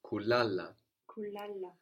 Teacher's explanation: we have the accent on the penultimate syllable, on the second last syllable